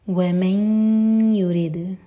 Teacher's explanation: یہاں ہم فتح کی تنوین پر رک رہے ہیں تو مد عوض عن التنوین مؤجلا ومن يريد ادغام غنہ کے ساتھ تو میک شور کہ تھوڑا ٹائم دیں دو سیکنڈس اور ناک میں آواز لے جائیں